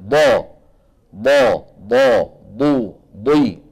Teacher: من حافة اللسان اليمنى أو اليسرى أو منهما معا مع ما يحاذيه من الجدار الداخلي أو الصفحة الداخلية للأضراس العليا · Term: الضاد